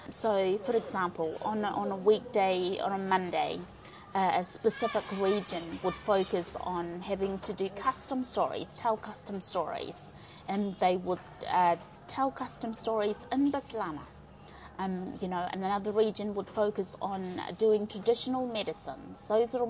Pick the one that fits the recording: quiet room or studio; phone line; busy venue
busy venue